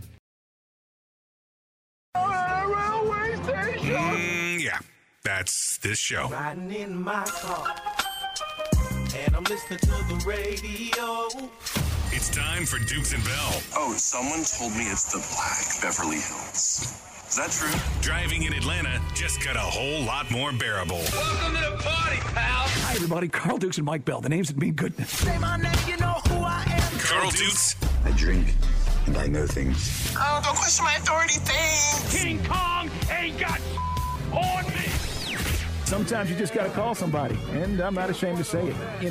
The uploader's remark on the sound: Joins the guys LIVE at the Benz.